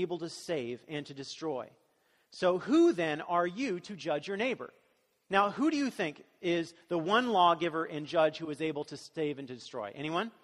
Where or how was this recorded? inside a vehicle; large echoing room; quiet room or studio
large echoing room